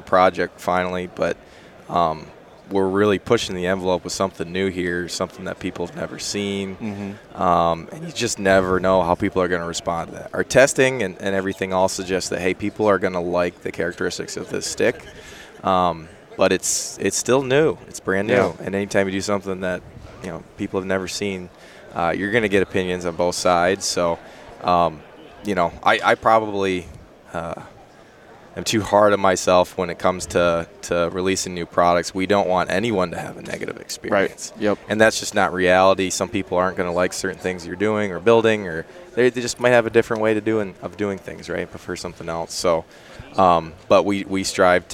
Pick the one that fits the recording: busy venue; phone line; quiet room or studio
busy venue